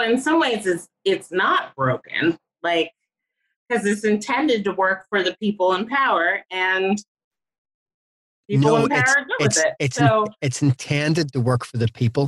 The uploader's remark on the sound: Via Zoom, from her apartment in NYC. Recorded via Zoom. Studio facilities provided by irishvoiceovers.co.uk.